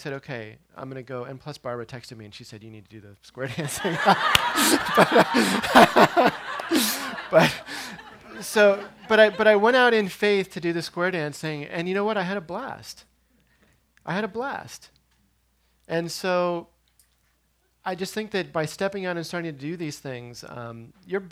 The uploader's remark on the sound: Listen in on this talk recorded at the 2018 Living Education Retreat.